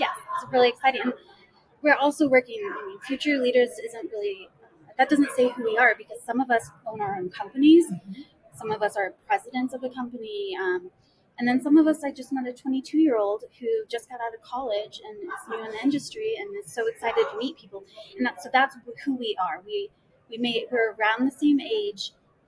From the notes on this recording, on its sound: Live at the SIIA 2022 Engage Conference